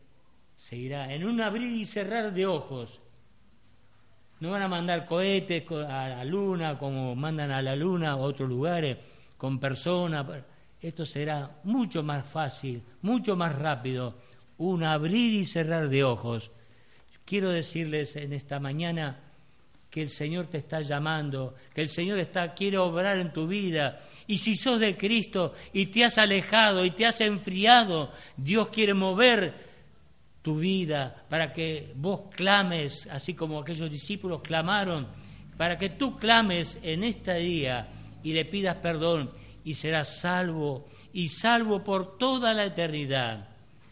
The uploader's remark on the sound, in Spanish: Grabado el 28-02-2016 en la Iglesia Del Camino